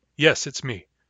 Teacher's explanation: In English, the intonation falls because it's a statement.